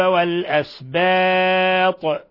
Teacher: وأوحينا إلى إبراهيم وإسماعيل، وإذا قرأنا على وجه هشام وأوحينا إلى إبراهام وإسماعيل وإسحاق ويعقوب والأسباط، لاحظوا ترقيق السين والباء والألف وتفخيم الطاء لأنها حرف إطباق وحرف استعلاء، وعيسى وأيوب ويونس وهارون وسليمان، وقفنا على النون من سليمان تعامل معاملة العارض للسكون ففيها القصر والتوسط والإشباع ست حركات حالة الوقف على النون الساكنة.